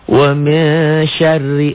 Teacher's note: Roknya dibaca tipis karena barisnya di bawah